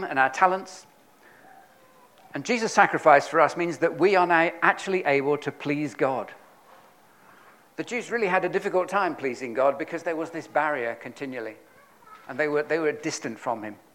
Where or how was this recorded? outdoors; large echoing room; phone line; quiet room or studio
large echoing room